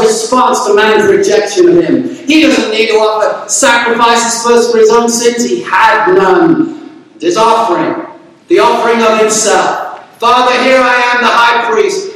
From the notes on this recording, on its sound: There were technical difficulties with the audio in this sermon but hopefully it is good enough for you to hear the message.